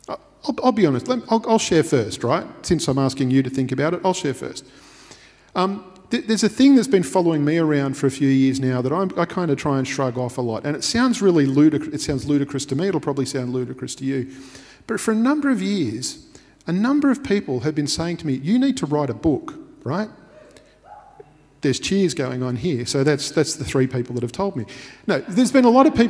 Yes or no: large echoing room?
yes